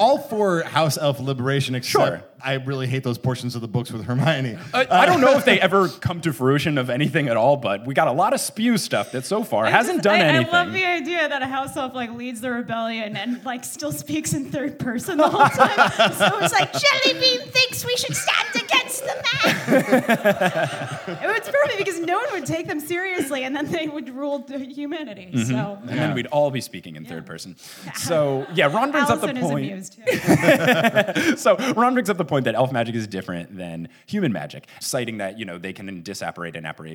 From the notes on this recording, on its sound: LIVE IN SEATTLE. A super fun Q&A session with the audience!